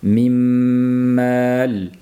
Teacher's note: Bu yerda endi tabiiy havoni xohlasak xohlamasak labimiz yumilgandan keyin mimni talaffuz qilib yumganimizdan keyin burunga havo yo'naladi. Bu shundoq ham o'z-o'zidan g'unnali bo'lib chiqadi.